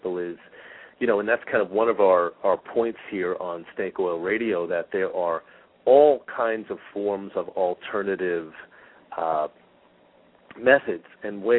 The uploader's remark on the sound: Callers with questions or comments are encouraged to call in live, or to ask questions in the chat room. Halfway through the show the phone lines will open for question for my guest.